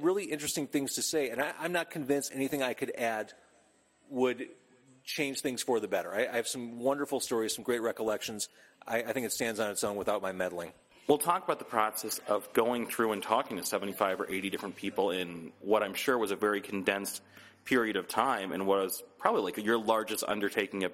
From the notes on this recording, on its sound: In an interview recorded at Challengers Comics + Conversation